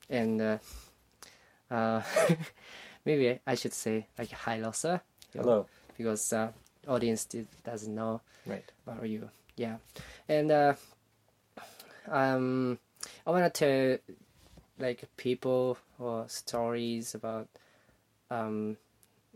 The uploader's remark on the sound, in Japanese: 音声が前回のエピソードより大きめです。